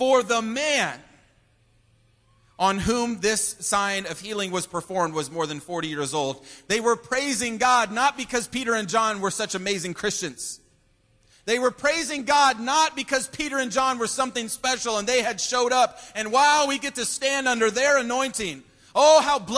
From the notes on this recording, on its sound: Preached at Christian Pentecostal Church in Staten Island. Preached at Christian Pentecostal Church in Staten Island.